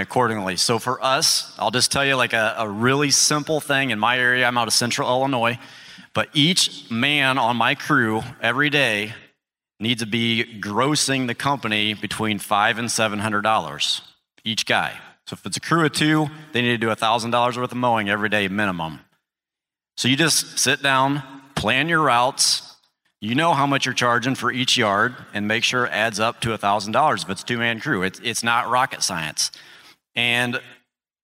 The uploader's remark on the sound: Live from Equip Expo's Morning Show